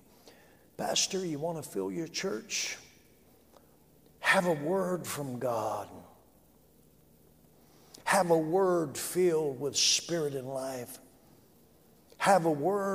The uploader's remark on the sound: A message from our Sunday evening service. During the 2020 Prescott Summer Conference.